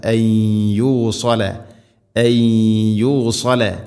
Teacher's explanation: സാക്കിനായ നൂനിന് ശേഷം യ, നൂനിനെ യയിലേക്ക് കൂട്ടി ലയിപ്പിക്കണം, മണിച്ചുകൊണ്ട് ഉച്ചരിക്കണം · Term: ഗംബിഗുന്ന